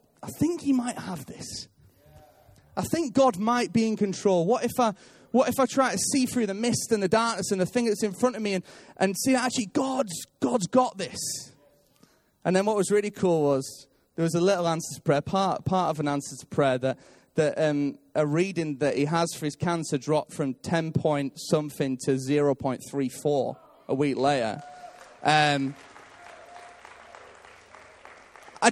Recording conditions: large echoing room